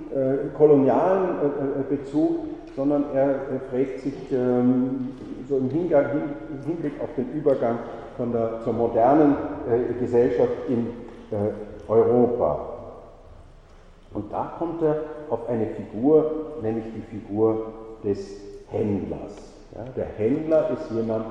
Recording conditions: large echoing room